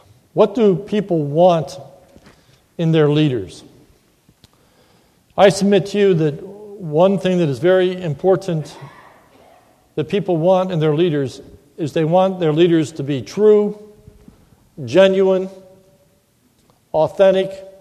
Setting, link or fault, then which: setting, large echoing room